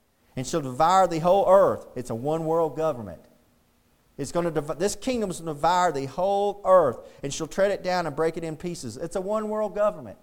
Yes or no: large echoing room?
yes